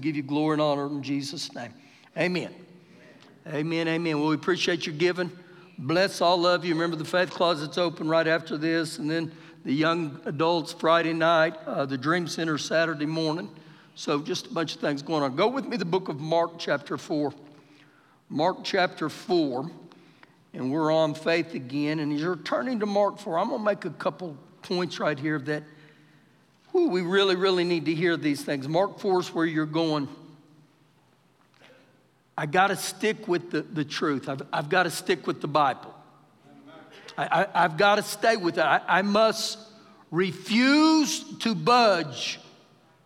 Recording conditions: live audience